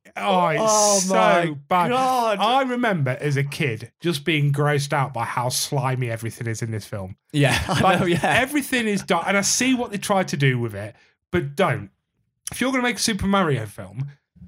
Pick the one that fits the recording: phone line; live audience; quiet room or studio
quiet room or studio